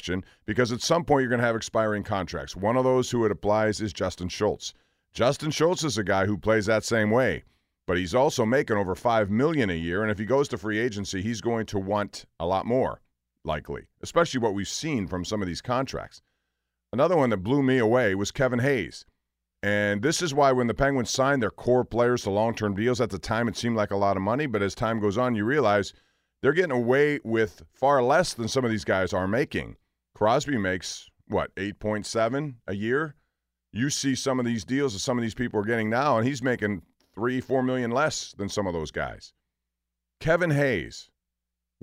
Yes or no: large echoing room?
no